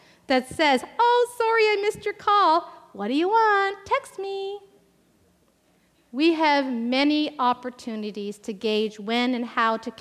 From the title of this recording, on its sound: Live Worship Service